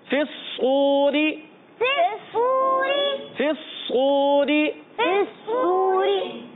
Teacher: فا کو صاد سے ملانا ہے اور صاد کو پر رکھنا ہے، بلکہ ایکسٹرا پر رکھنا ہے، بلکہ ایکسٹرا پر، کیونکہ صاد ایکسٹرا پر حروف میں سے۔